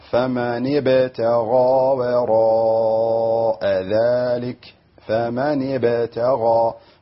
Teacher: حرف الباء قلقلة، هنا الحرف ساكن الباء